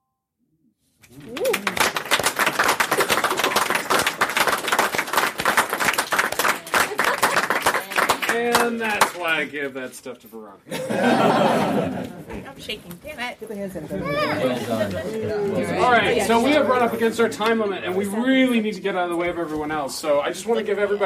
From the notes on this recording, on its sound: Balticon Bonus Episode 1. This is a panel from Balticon 49, entitled Dynamic Voice Acting.